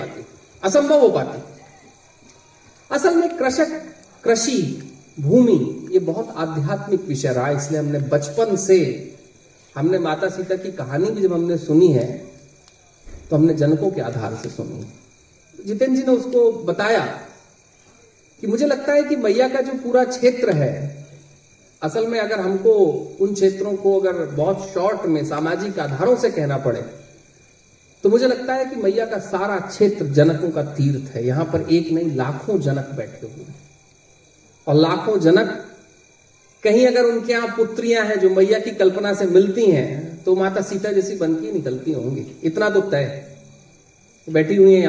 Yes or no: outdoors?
yes